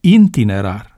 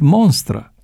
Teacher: alți vorbitori sunt mai darnici și introduc în cuvânt o consoană parazită